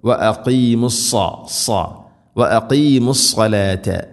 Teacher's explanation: ഇദ്ഗാം ബിഗുന്ന ഹുസ്നൗ വ അഖീമു വ അഖീമു സ്സലാത്ത വ അഖീമു അല്ല വ അഖീമു ഖാഫ് വ അഖീമു സ്സലാത്ത സാദ്, വളരെയധികം ശ്രദ്ധിക്കണം. സാദ് ഇസ്തിഇലാഇൻ്റെ അഥവാ സ്വരഭാരത്തിൽ ഉച്ചരിക്കേണ്ട അക്ഷരമാണ്, കനപ്പിച്ച് ഉച്ചരിക്കണം.